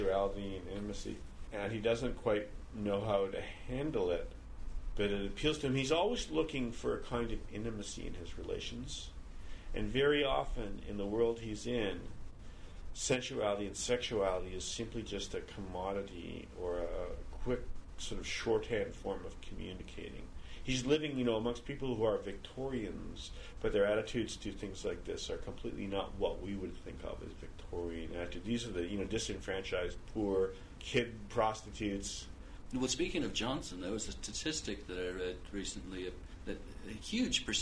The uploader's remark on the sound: We talk here, at the Blue Metropolis Montreal International Literary Festival